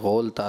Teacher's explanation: گولتا اس میں ہا ساکن کی آواز آتی ہے وقف میں